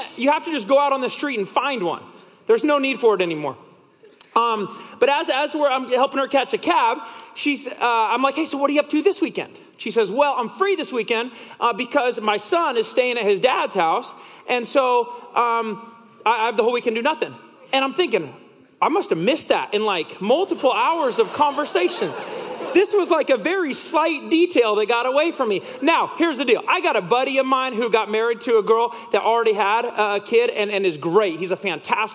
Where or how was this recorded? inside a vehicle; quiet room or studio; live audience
live audience